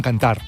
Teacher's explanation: Que aquesta R sí que es pronuncia, per exemple, en valencià.